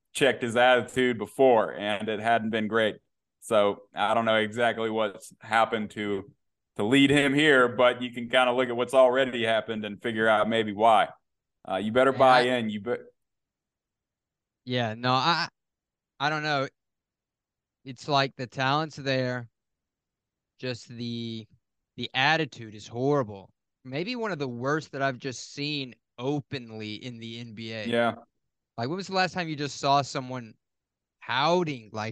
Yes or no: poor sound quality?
no